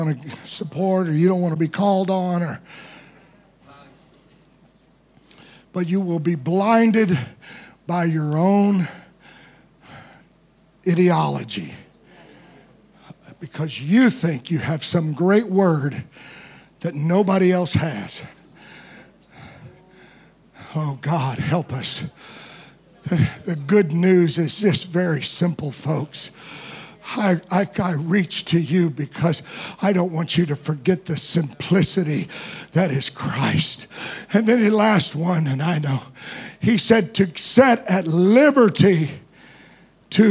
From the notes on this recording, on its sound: Preached at DCD Conference 2023. Morning Service.